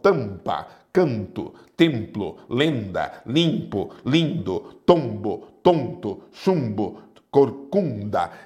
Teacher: É o A, E, I, O, U com som nasal